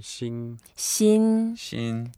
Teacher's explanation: 新 is first tone. First tone, flat tone.